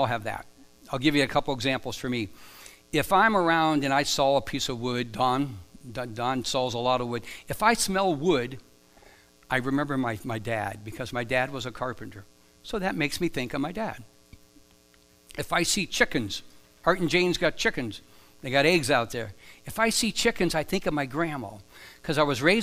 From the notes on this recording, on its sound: Live from The Summit Church in Dover, OH